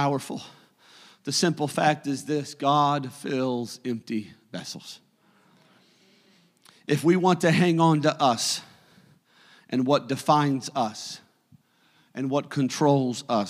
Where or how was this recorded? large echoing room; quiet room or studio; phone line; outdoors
large echoing room